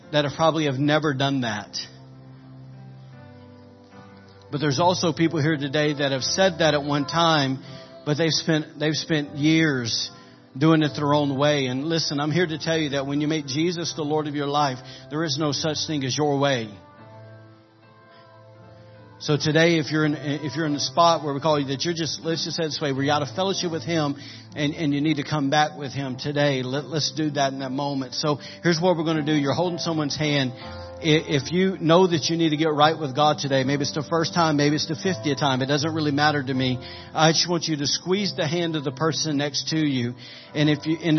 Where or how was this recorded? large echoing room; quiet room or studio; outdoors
large echoing room